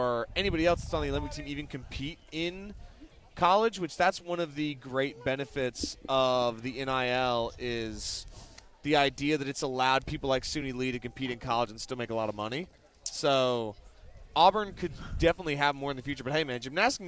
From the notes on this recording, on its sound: We are live! Host a very special Compact Discourse live on the Haley Concourse.